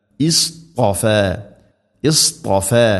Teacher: ان الله اصطفى، اصطفى صاد طاء രണ്ടും സ്വരഭാരത്തിൽ ഉച്ചരിക്കേണ്ട അഥവാ ഇസ്തിഇലാഇന്റെ അക്ഷരമാണ്. ഇവിടെ സ്വാദുച്ചരിക്കുന്ന സമയത്ത് നാവിൻ്റെ മധ്യഭാഗം അണ്ണാക്കിലേക്ക് ഉയർത്തുക, ത ഉച്ചരിക്കുന്ന സമയത്ത് നാവിൻ്റെ മധ്യഭാഗം അണ്ണാക്കിലേക്ക് ചേർന്ന് നിൽക്കണം.